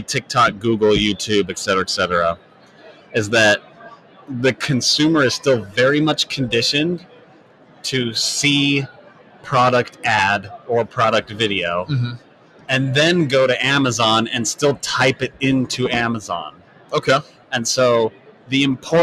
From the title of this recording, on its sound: Live at Prosper 2022